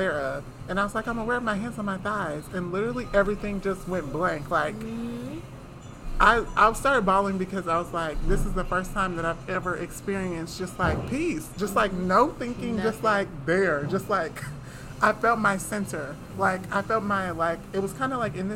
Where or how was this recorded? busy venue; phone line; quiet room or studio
busy venue